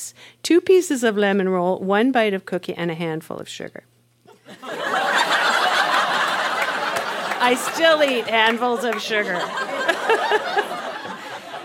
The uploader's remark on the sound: Recorded live in Ottawa, ON.